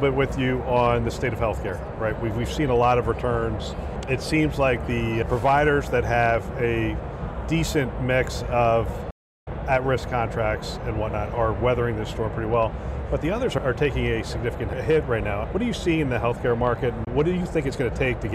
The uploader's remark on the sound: an Interview in Action live from HLTH